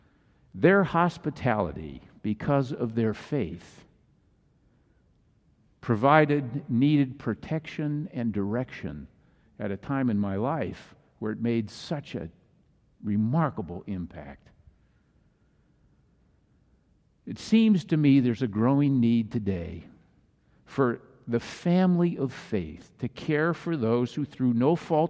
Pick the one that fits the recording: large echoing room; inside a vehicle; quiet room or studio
large echoing room